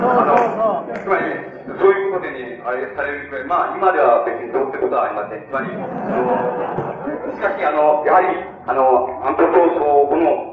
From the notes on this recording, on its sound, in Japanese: 音質：３。場所：明治学院大学100番教室。6.10反帝戦線・社学同政治集会〉 での講演。周辺のノイズや残響音が入っているが 比較的クリアに収録されている。